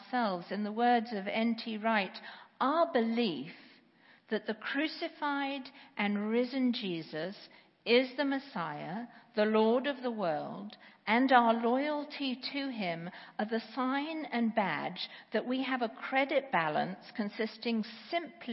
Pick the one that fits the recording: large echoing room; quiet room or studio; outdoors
large echoing room